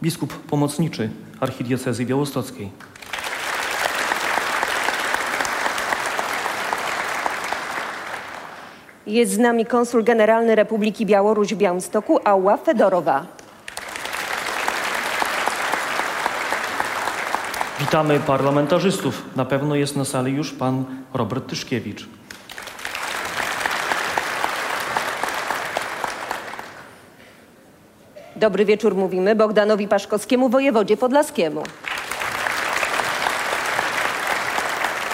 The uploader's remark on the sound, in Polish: Odeskiej 1 wystąpiło sześć chórów i zespołów wokalnych. Przed publicznością.